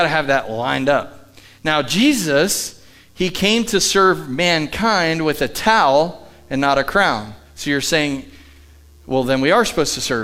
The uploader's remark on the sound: Live from The Summit Church in Dover, OH